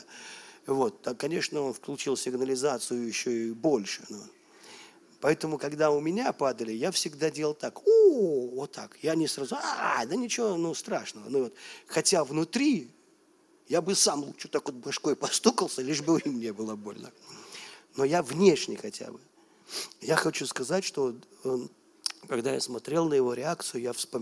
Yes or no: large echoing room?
yes